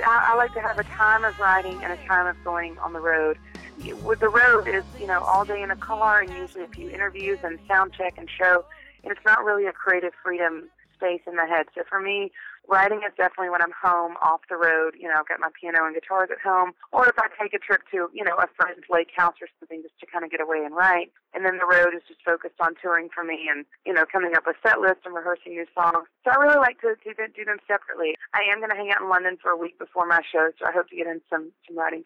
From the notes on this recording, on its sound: We caught up with her over the phone